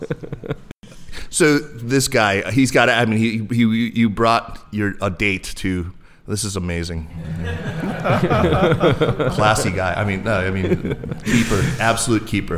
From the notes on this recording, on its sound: Recorded with a live audience in Beijing.